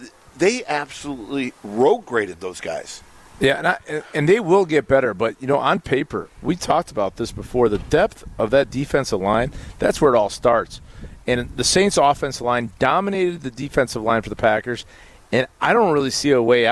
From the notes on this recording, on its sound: Live from Metro Kia of Madison.